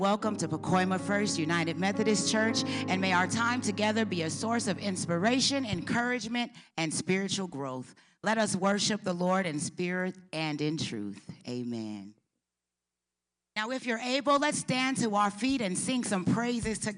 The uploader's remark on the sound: This week's service, recorded live. We are located at 12550 Van Nuys Blvd.